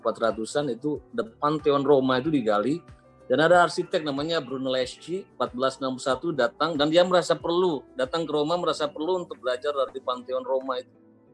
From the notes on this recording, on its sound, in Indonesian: rekaman diskusi bersama di dalam acara Diskusi Sambil Ngopi di Rumah Aja Kita yang telah diadakan oleh Pusat Penelitian Arkeologi Nasional secara daring melalui platform Zoom